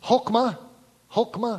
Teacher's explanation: I'm not saying that exactly right. You're supposed to hawk up a little something in the back of your throat when you get to that second syllable.